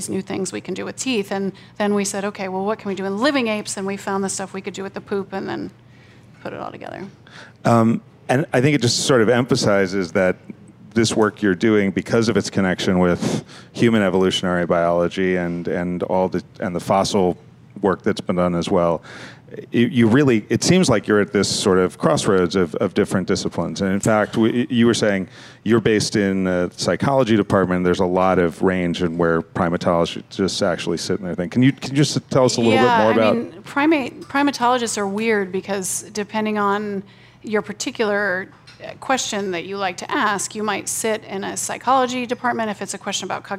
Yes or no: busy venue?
yes